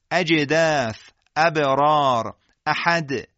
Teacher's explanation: در هنگام ادای جیم و دال و با در هنگام قلقله ما حالت کسر احساس میکنیم به دلیل استفال این حروف که البته بدون مکس، اجدف، ابرار، احد.